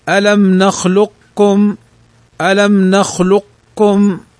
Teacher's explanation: وتدغم القاف في الكاف إدغاما كاملا نحو ألم نخلقكم، ألم نخلقكم، القاف ساكنة والكاف متحركة، وهذا من باب إدغام المتقاربين، هذه الآية من باب إدغام المتقاربين لا المتجانسين، فتنطق هكذا ألم نخلقكم، ألم نخلقكم.